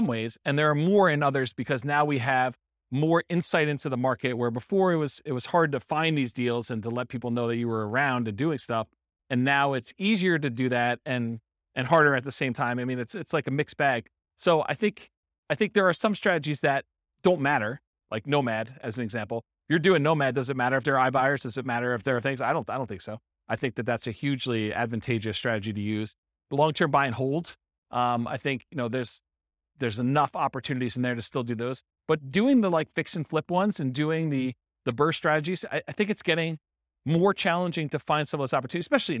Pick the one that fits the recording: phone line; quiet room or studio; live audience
live audience